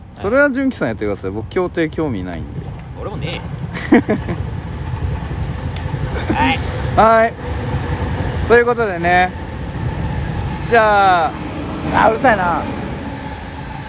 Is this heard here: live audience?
no